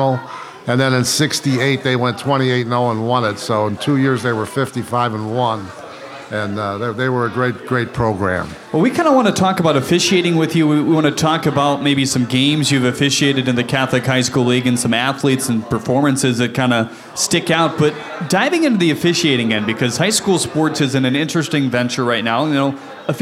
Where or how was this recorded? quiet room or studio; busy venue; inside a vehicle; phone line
busy venue